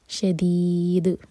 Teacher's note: جب دال پر رکیں گے تو دال ساکن ہوگا تو قلقلہ کیا جائے گا